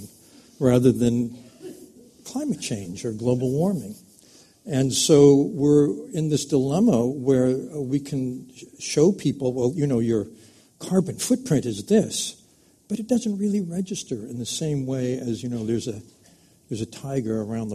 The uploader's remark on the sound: This program was recorded in front of a live audience at the Commonwealth Club of California on May 1, 2014.